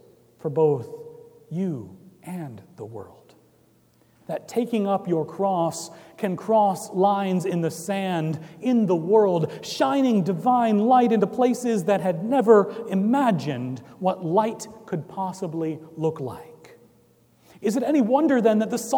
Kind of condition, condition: setting, large echoing room